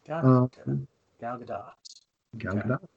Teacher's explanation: It is pronounced Gal Gadot, short O and an audible T sound.